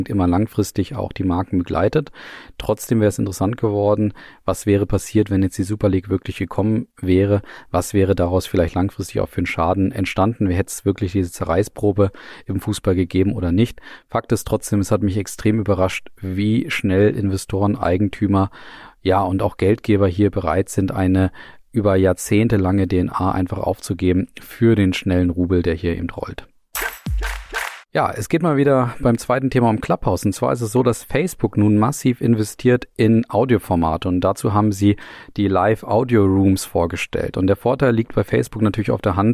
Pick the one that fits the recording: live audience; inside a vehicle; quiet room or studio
quiet room or studio